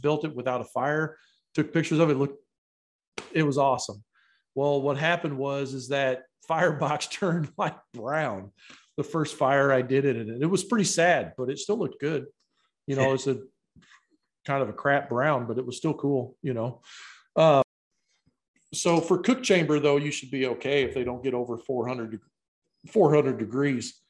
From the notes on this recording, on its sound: This podcast episode was taken from a Live Q&A Zoom call we did a while back.